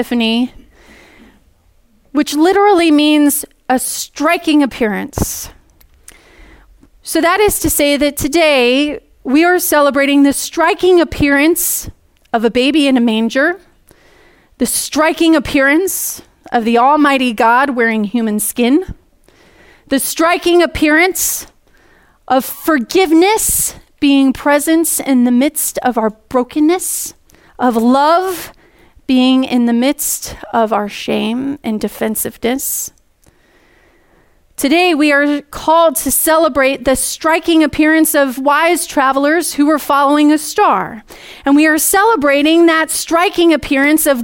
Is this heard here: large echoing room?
yes